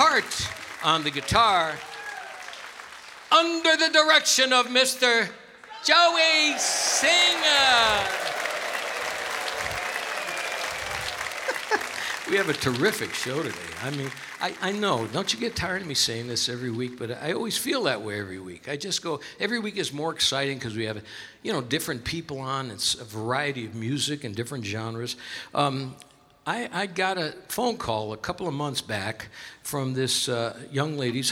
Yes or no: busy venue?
yes